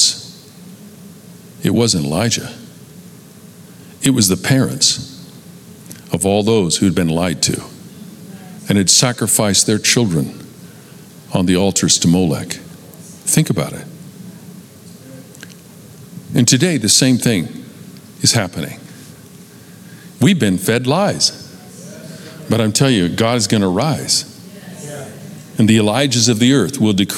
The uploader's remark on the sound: Recorded live at Capital Church in Meridian, Idaho